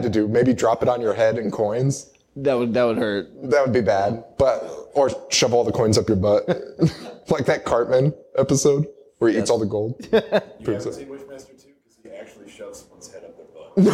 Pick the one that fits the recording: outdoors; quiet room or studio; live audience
live audience